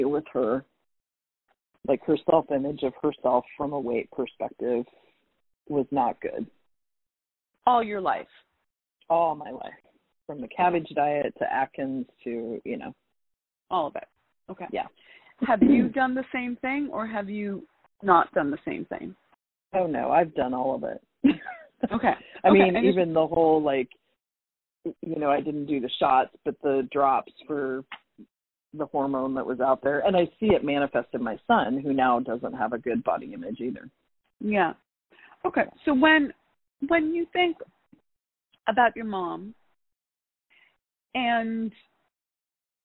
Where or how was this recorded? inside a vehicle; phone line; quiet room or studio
phone line